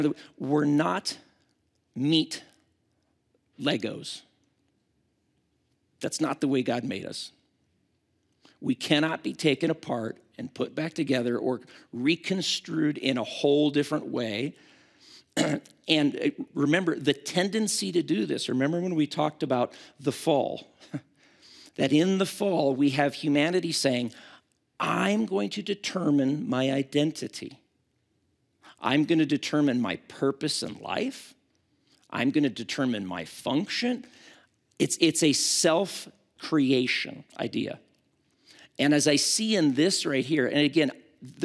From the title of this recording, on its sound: at Timberline Church